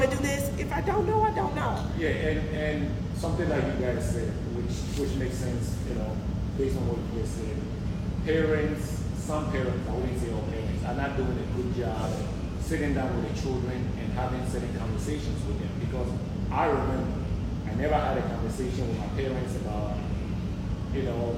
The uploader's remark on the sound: Live Show. In this final live installment of the "Sugar and Spice: The Unfiltered Therapist Podcast". Listener interactions.